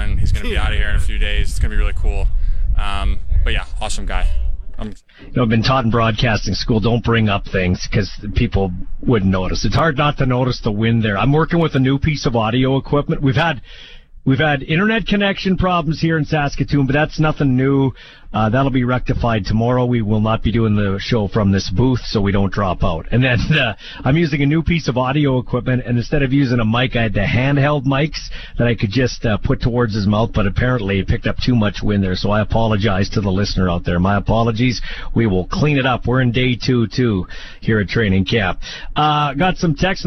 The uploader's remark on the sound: LIVE at #Riders Training Camp in Saskatoon